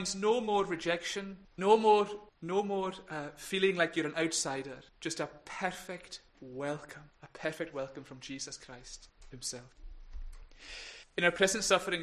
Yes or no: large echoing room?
yes